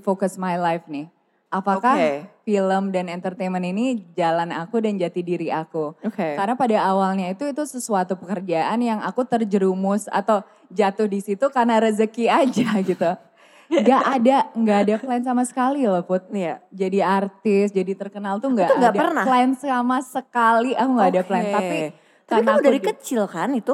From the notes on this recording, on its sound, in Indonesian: Special Live On Stage di Kota Jakarta. Di kota kedua ini, kita hadir di Central Market, Pantai Indah Kapuk Jakarta.